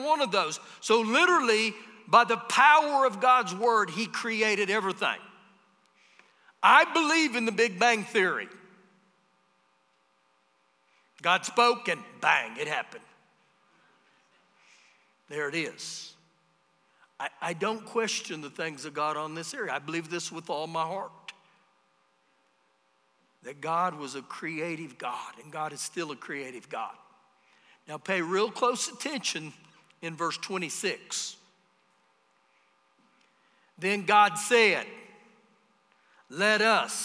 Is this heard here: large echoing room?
yes